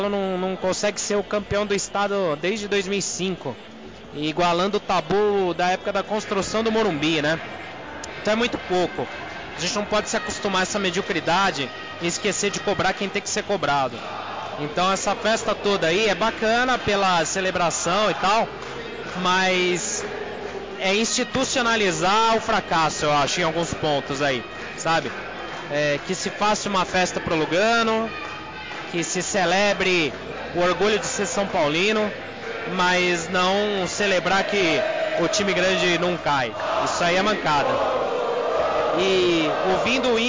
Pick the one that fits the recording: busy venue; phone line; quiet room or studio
busy venue